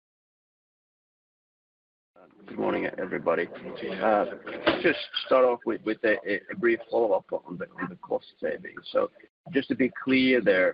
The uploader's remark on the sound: Cargotec 2023 Q3 teleconference